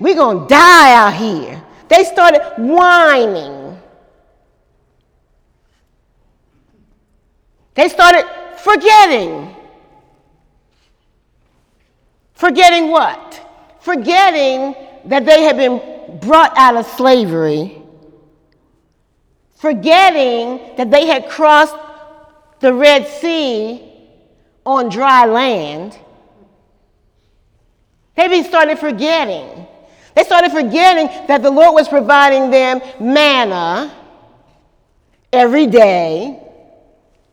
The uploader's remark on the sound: During Wednesday night service on March 28, 2018